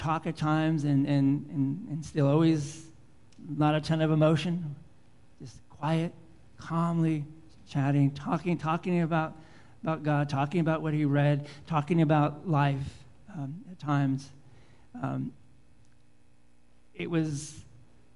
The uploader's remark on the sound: Live Worship Service